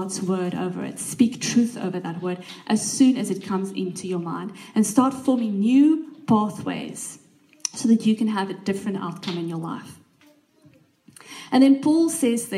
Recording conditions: live audience